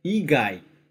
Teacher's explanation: Começa em cima e depois desce